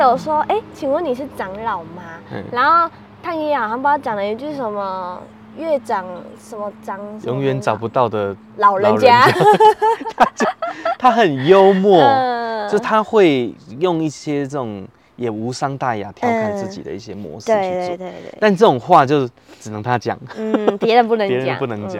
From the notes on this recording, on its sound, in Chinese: 哎呀這次我們忘記帶錄音介面上山了Ｑ。只能用一般的收音MIC來使用。這次選擇在戶外錄音所以在聲音上會有蠻多環境音的。另外本集有特殊的音響還請大家不要開太大聲以免被嚇到。